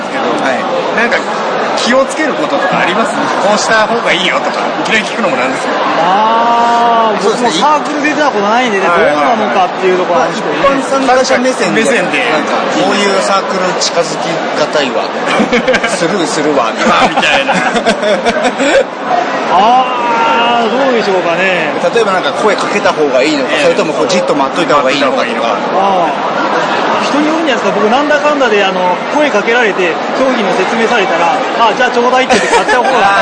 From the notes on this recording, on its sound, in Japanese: 今回は収録環境の都合上、雑音が非常に大きくなっております。